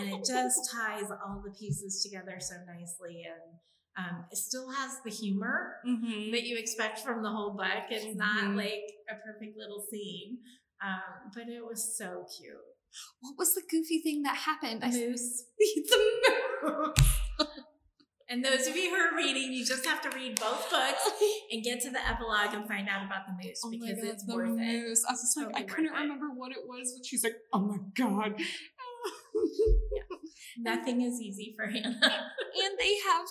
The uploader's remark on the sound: This episode may sound a bit echo-y